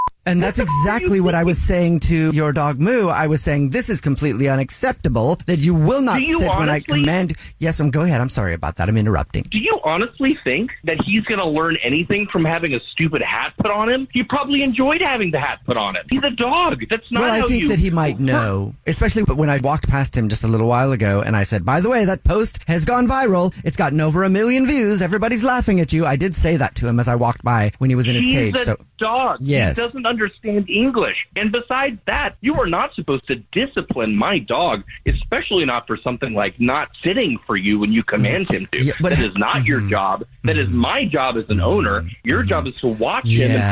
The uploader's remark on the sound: Phone prank style. On the phone today.